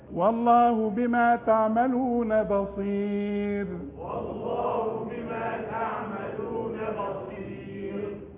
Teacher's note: كل راء قبلها ياء في المصحف اذا وقفت عند الوقف رققها خلاص. تقول لي بصير مش بصير، وتخلي شفافك لقدام على هيئة قبلة، خليها على هيئة ابتسامة بصير، وتبين لي بياض سنانك.